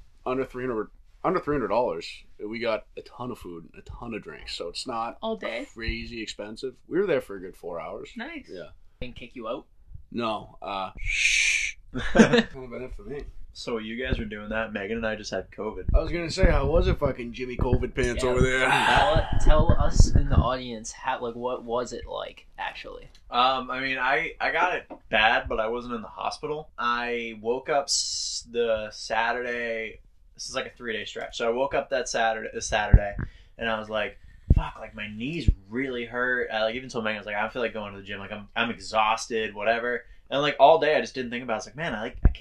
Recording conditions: poor microphone